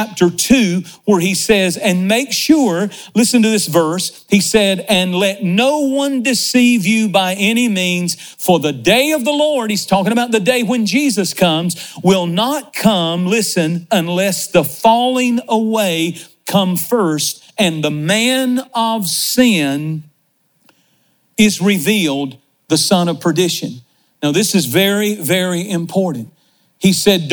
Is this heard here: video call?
no